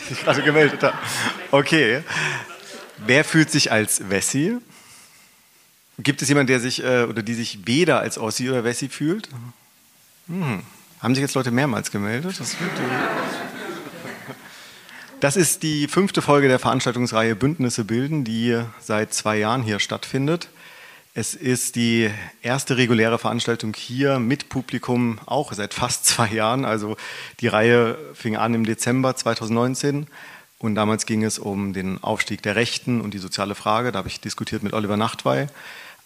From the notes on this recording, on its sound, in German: im Rahmen der Veranstaltungsreihe „Bündnisse bilden“ am Berliner Ensemble aufgezeichnet